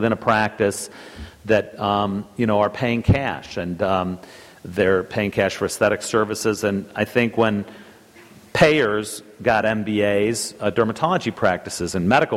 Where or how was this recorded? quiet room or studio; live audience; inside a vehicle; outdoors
live audience